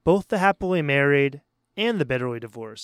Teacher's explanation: So when we use the word both, that word tends to be stronger. It's emphasized.